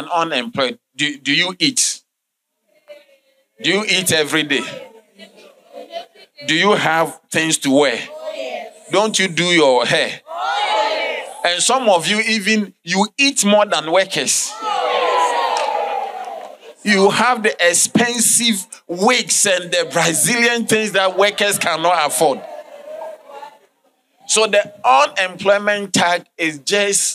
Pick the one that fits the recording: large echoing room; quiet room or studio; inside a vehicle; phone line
large echoing room